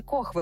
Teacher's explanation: ми у цьому слові чуємо «хви», а це особливість південно-східного наріччя української мови.